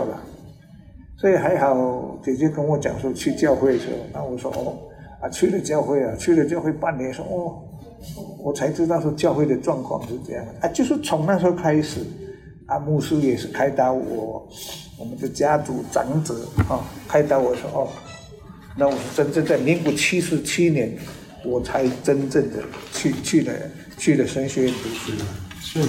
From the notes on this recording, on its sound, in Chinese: 本集於住宿公共空間進行錄音，故會出現些許背景音，若影響收聽品質請見諒!